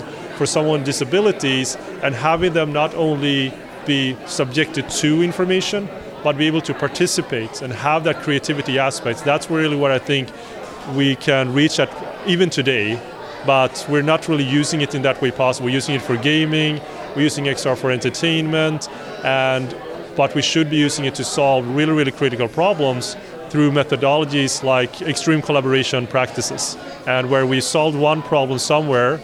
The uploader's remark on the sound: Poster Session Interviews from XR Access Symposium 2023.